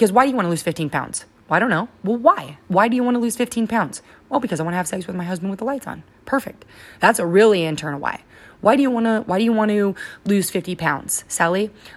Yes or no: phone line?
no